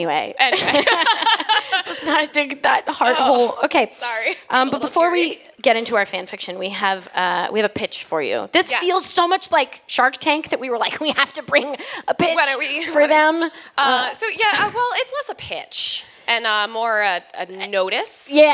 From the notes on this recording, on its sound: Live at the Respect Women's Podcast Festival in Philadelphia at Amalgam Comics!